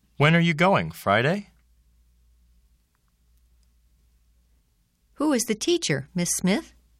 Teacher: When an answer to your question is suggested, it is on a higher tone.